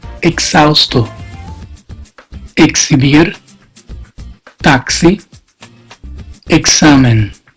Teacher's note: La X. Antes de la H o entre vocales, corresponde al sonido de KS, como la X de la palabra portuguesa taxi.